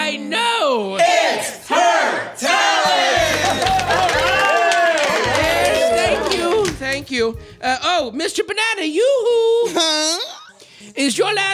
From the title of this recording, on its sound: Live in LA!